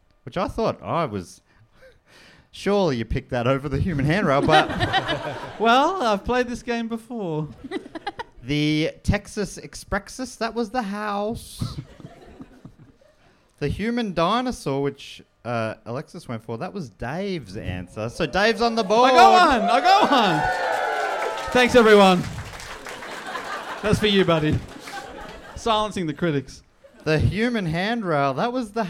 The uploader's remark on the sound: Recorded live in Birmingham, UK!